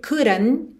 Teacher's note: Fazendo rarara nesse D, couldn't, e não marcando o T final, porque afinal é uma consoante oclusiva que pode aparecer mais, menos ou nada